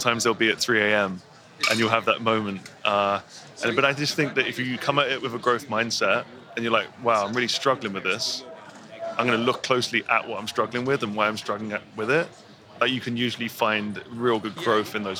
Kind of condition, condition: setting, busy venue